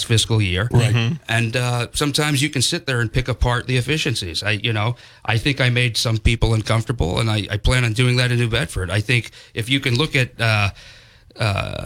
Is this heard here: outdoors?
no